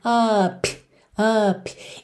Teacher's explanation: Outra coisa também, esse P do up, to give up, to give up. Consoante oclusiva vem encerrando o som da vogal, não precisa ter som, tá? Não precisa se preocupar em fazer up, up.